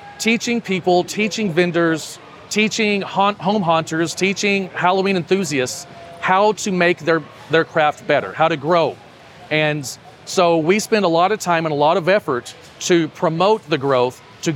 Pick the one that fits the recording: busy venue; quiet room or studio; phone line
busy venue